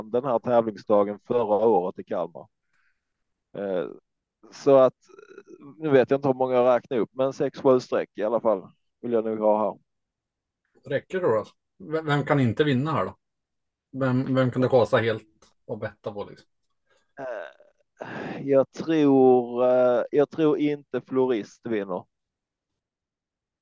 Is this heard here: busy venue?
no